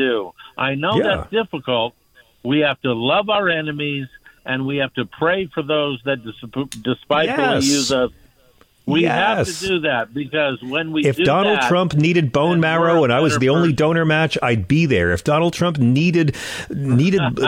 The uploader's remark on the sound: take calls